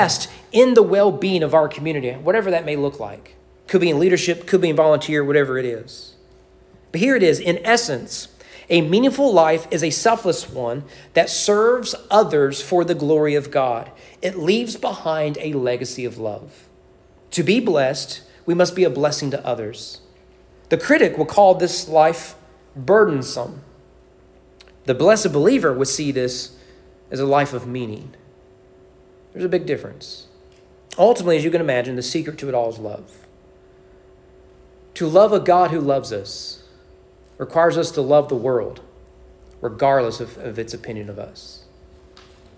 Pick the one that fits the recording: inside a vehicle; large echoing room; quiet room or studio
large echoing room